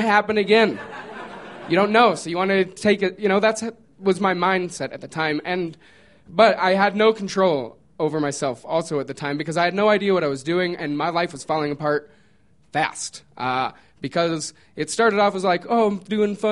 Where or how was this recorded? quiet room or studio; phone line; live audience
live audience